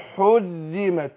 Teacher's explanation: خدي بالك من الراء هنا مشددة مع كل انها مكسورة ترقق